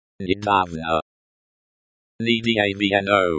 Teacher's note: The stress in. Недавно. Недавно is on the second syllable.